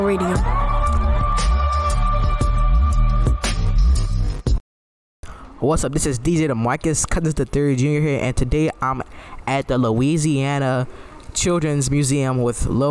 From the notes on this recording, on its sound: Then, we went to the Louisiana Children's Museum and recorded with families about their traditions.